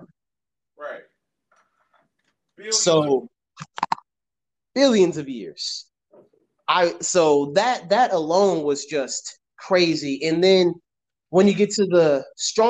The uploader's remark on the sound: Sorry in advance for any disruptions due to connection issues!